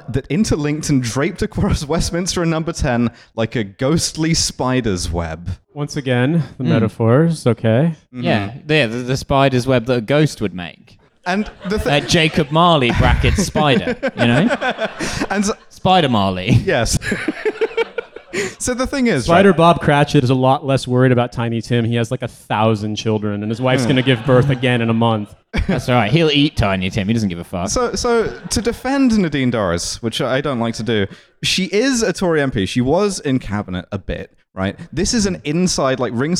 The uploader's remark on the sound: LIVE at Between The Bridges